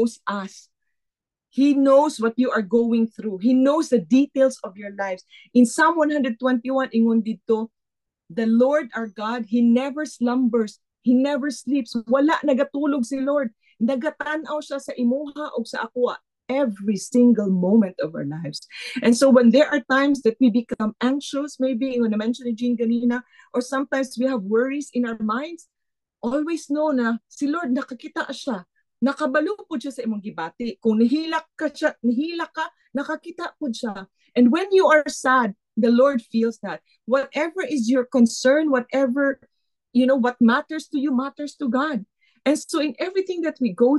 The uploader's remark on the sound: Footwashers' 2nd Zoom meeting.